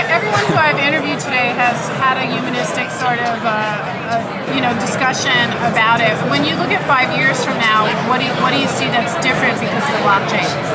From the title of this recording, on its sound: Live From The Crypto Invest Summit West 2018